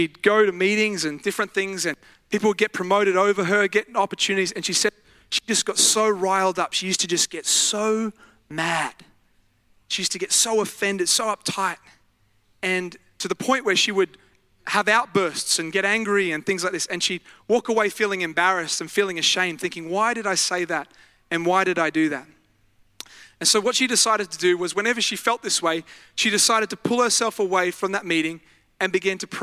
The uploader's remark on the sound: Live at Freshwater Church.